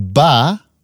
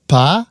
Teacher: En bij ba voel je het ook op een bepaald moment trillen. Nou, als je heel precies in milliseconden kunt voelen, dan voel je dat het voor de B eerder gebeurt dan voor de P